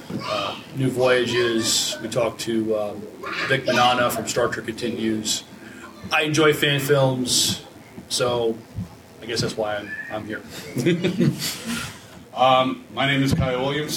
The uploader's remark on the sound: A Farpoint 2019 Con Panel